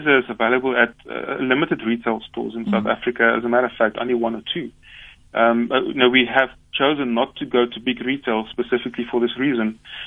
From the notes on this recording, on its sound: GUEST (Phone)